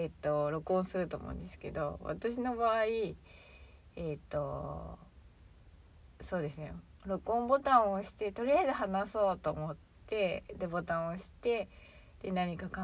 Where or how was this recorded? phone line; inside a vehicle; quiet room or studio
inside a vehicle